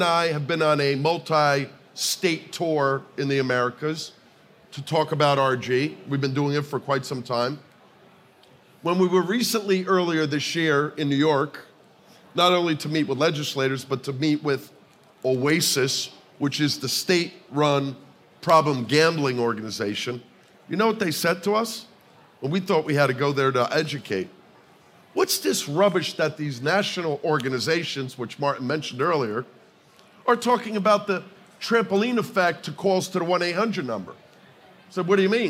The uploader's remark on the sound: The two joined forces at SBC Summit Barcelona for a live version of The Safe Bet Show.